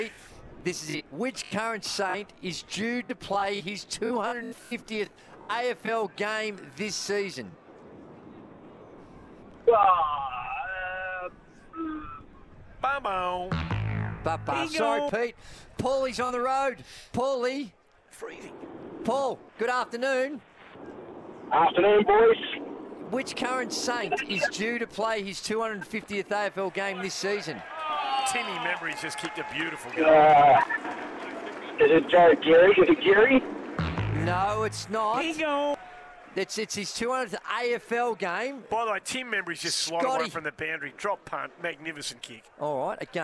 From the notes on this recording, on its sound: live from St Kilda v Essendon practice match